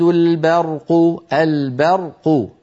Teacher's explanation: فلا بد من ترقيق الباء وتفخيم الراء